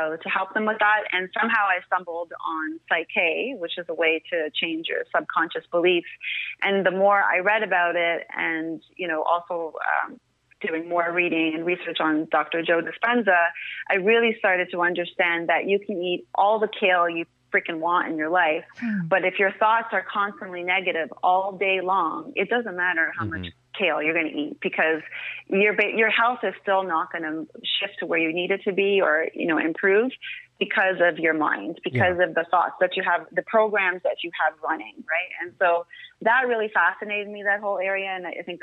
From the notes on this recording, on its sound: an incredible phone call